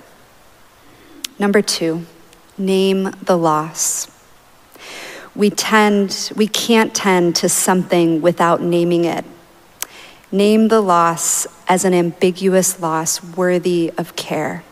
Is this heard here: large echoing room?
yes